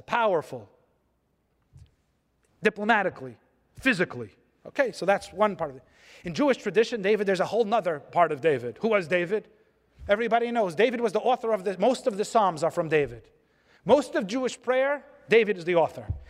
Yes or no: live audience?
yes